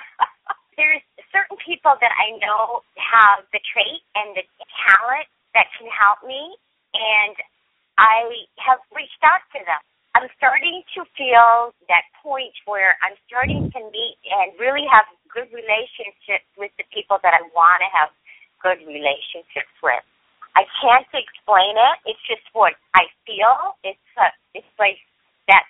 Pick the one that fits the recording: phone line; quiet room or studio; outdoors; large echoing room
phone line